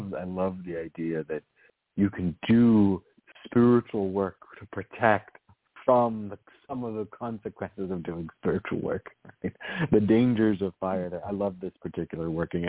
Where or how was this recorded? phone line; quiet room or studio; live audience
phone line